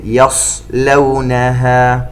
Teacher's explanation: نركز على تفخيم الصاد لأنها ساكنة بعد فتح، وعلى إبراز صفة الصفير